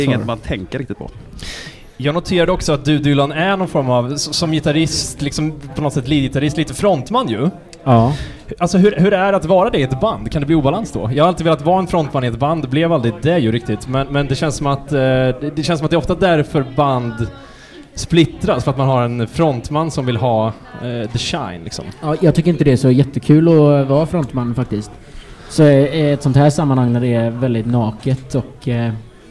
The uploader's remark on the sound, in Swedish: Från spelningen på K103 Off The Record på Oceanen den 1:a september 2022.